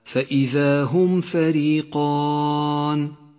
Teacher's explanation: تكون الميم أشد إظهارا إذا جاء بعدها حرف الفاء · Term: الإظهار الشفوي